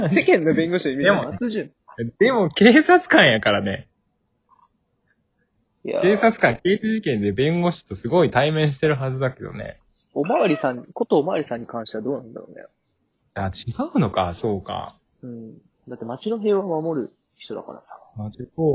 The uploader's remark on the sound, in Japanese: リモート収録。笑い声あり。